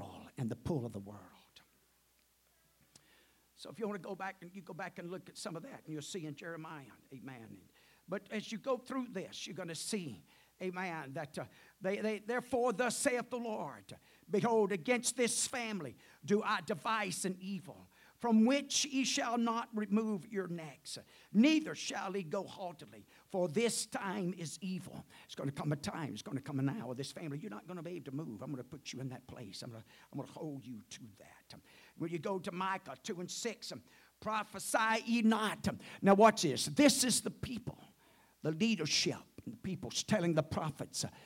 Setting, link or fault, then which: setting, large echoing room